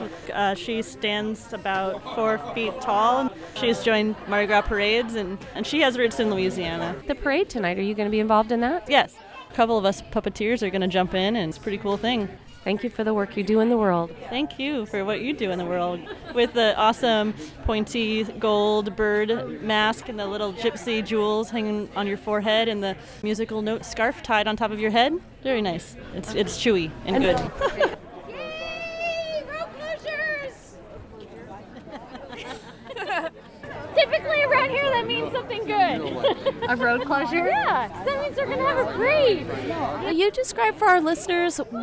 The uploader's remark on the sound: Previously unreleased recordings from Mardis Gras ’ past captured right here in Portland, Oregon… featuring live music, parades & even a Ball! Luckily, we have previously unreleased recordings from Mardis Gras ’ past captured right here in Portland, Oregon… featuring live music, parades & even a Ball!